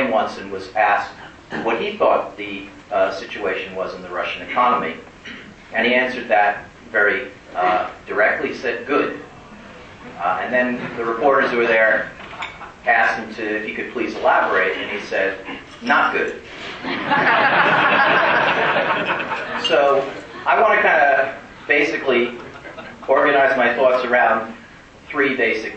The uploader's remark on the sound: to a group of about 150 Binghamton University alumni at a gathering held at the New York Athletic Club in Manhattan, on March 3, 2011.